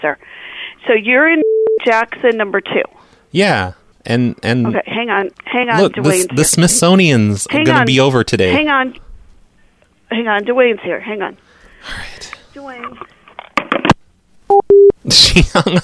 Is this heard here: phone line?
yes